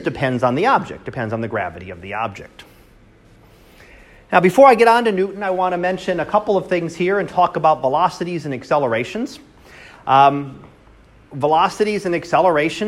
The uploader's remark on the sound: Live Class Lecture